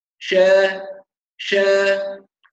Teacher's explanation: حرف الشين أحيانا يخرج من طرف اللسان عند البعض، يقول أش أش من الطرف، والصواب أن الشين من وسط اللسان